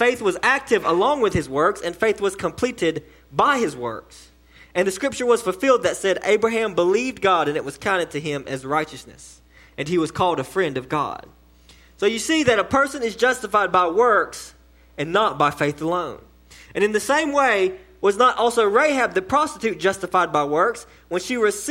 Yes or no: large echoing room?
yes